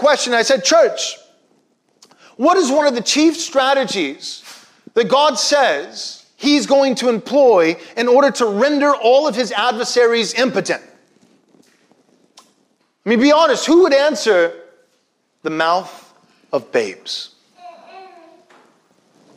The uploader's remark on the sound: Was preached from Psalm 8 at Covenant Bible Church on Sunday, April 25, 2021.